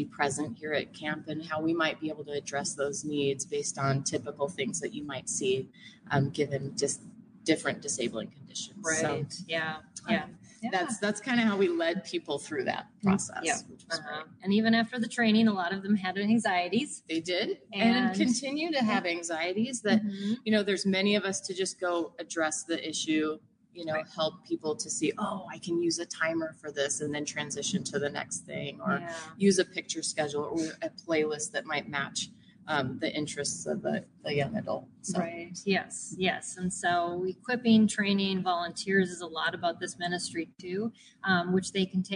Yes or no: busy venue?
yes